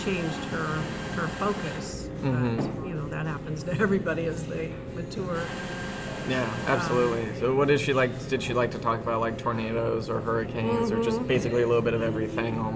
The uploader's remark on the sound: On the Road w/ The Wife's Grandma. Apologies for the loud background noise.